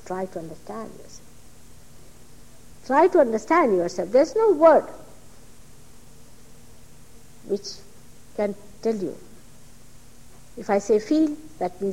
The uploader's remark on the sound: Archive audio. At a Sahaja Yoga public program in Caxton Hall, London, England.